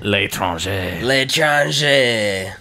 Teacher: so the two vowels go together, so the le and the étranger go together to l'étranger